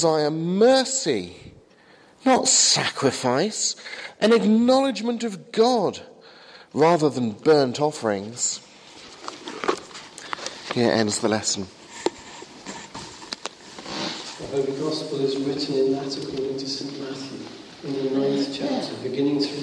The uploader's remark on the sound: from the 8am service at Highfield Church Southampton, 21st September, 2014.